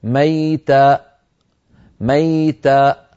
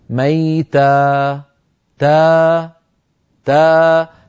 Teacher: لما وقفت عليها قطعت الصوت بإقفال الوترين الصوتيين فخرجت همزة · Shown in: first take